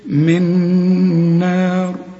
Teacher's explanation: النون اللي بقول لك استعمل فيها لسانك اهي، من نار، الضغام كامل بغنى هنا، شوف من نار، والنون هنا مرققة، والمد بتاعها كمان مرقق، والراء حنقف عليها مفخمة